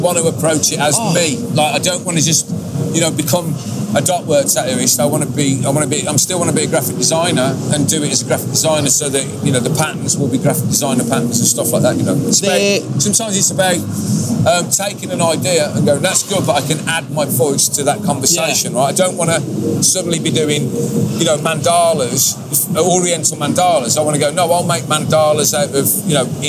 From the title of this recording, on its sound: Live from the BIG LONDON Tattoo Show!